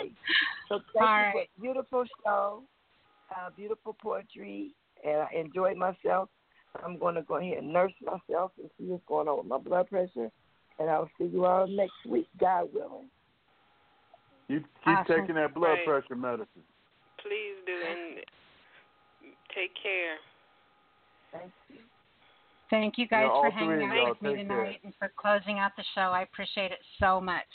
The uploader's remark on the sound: The SpeakEasy Cafe ~ONLINE~ Call In - OPEN MIC POETRY Radio Show